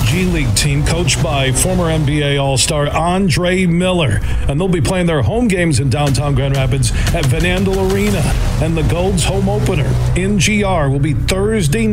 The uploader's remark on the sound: we're broadcasting live from the American Dunes Golf Club in Grand Haven